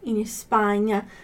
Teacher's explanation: Pronúncia do S mudo, tá? S, sem colocar uma vogal antes.